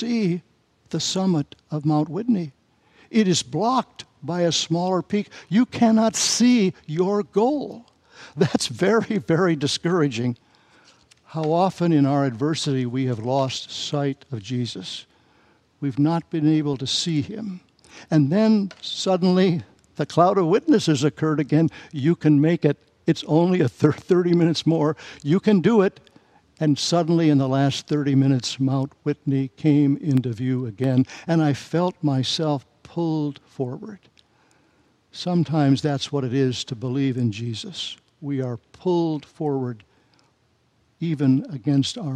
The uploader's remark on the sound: Message and Charge delivered during the Combined Worship service